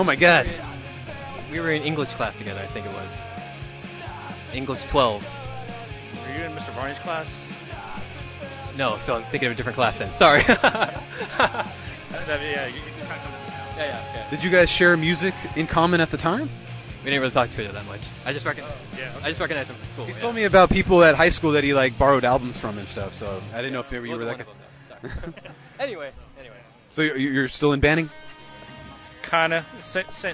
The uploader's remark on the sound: Recorded outside. We interviewed excited and passionate fans of these bands.